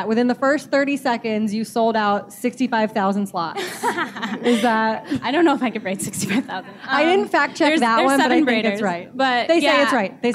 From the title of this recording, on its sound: LIVE at the United Airlines NYC Half